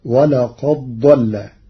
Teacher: قرأ ورش كلمتي ولقد ضل بإدغام الدال في الضاد فتصير ولقد ضل للتقارب.